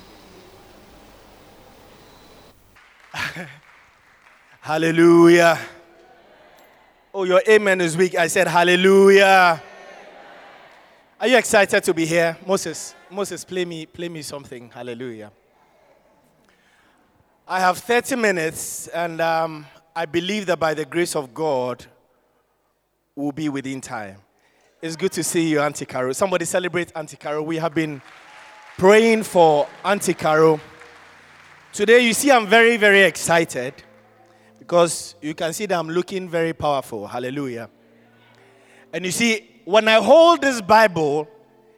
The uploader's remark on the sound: Sermon preached at CBC Shiashie Campus on November 14, 2021